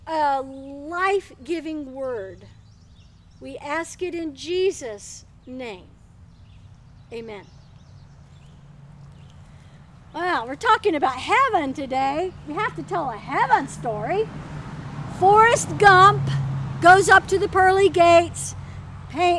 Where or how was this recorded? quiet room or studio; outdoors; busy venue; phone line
outdoors